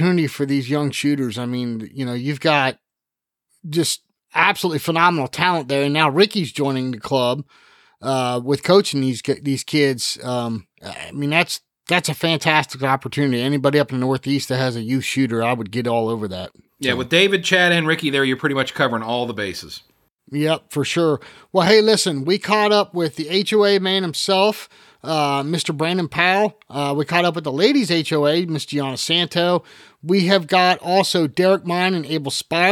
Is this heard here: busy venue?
no